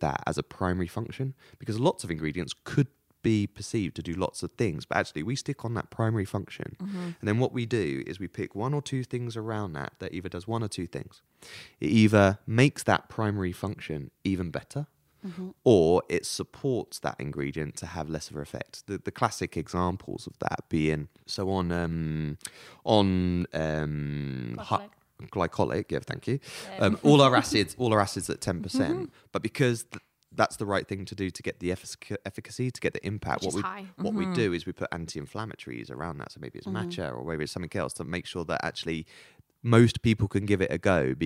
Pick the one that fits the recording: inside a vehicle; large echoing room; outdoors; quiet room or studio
quiet room or studio